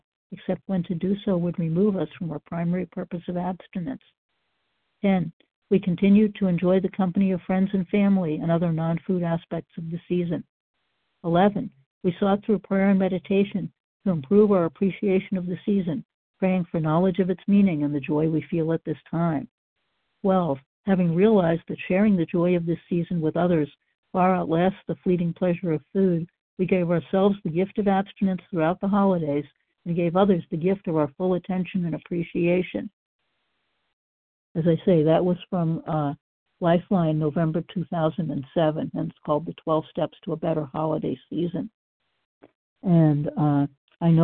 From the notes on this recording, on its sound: qualification from the 100 Pounders Phone Meeting